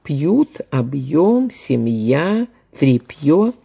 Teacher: Мы все хорошо знаем, что йод среднеязычный, мягкий. И перед йод все губные, как правило, произносятся твердо.